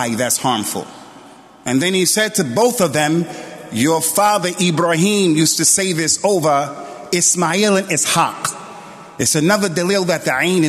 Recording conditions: large echoing room